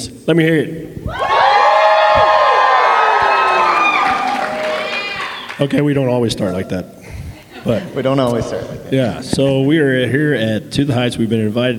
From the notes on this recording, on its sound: Speaking at the "To the Heights" conference at St. Stephens in Midland.